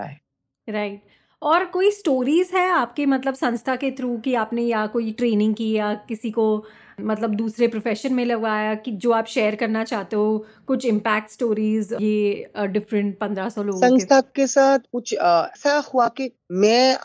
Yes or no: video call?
yes